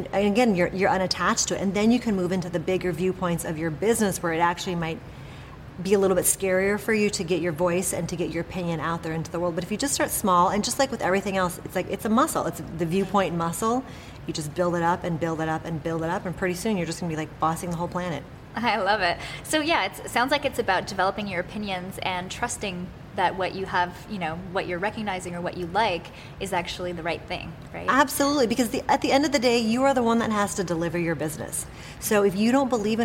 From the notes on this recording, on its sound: a special episode from Off the Charts Live